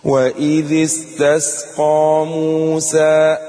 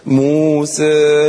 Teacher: أسمع تاني الآية على الفتح الأول ثم التقليل